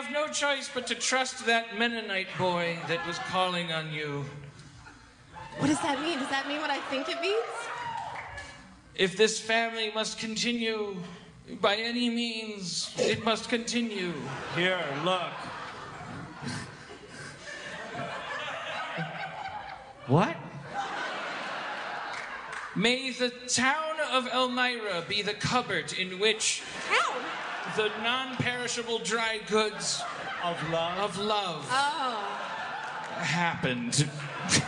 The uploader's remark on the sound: Live At JFL Toronto 2016